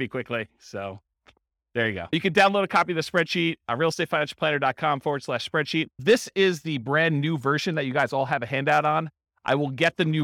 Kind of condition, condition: setting, live audience